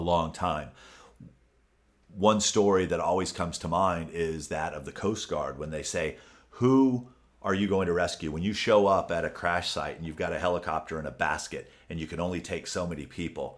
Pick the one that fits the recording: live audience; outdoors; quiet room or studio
quiet room or studio